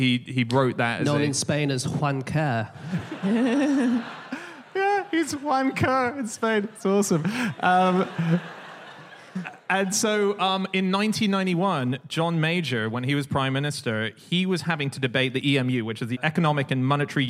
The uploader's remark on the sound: Live from Wimbledon